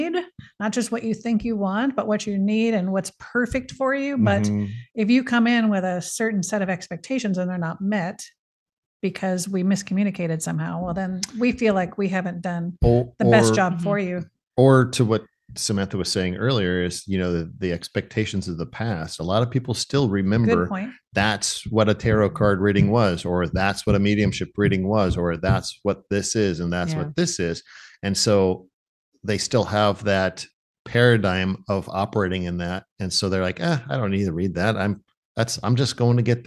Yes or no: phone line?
no